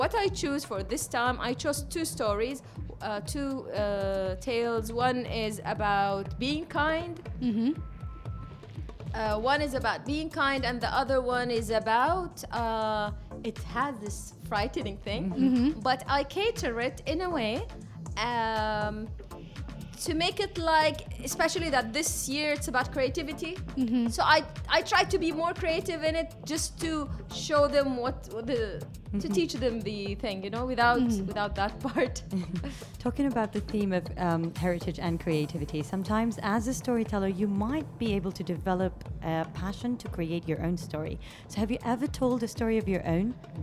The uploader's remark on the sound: Live from SHD 2023.